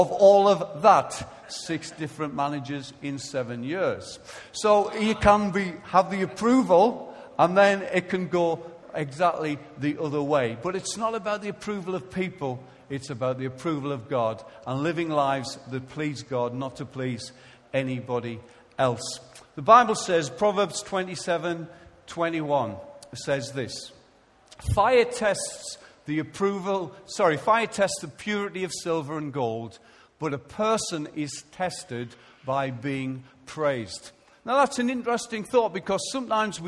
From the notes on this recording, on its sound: Recorded live at Life Church on Sunday 29th March 2015.